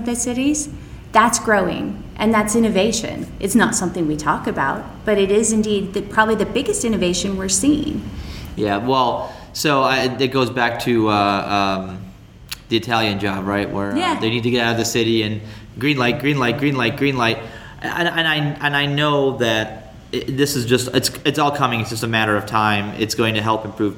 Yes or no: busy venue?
yes